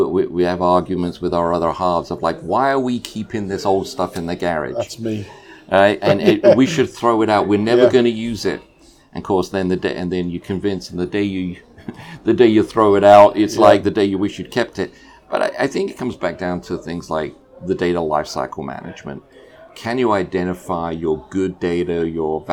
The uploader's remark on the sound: In this live episode, recorded at Hitachi Exchange in Paris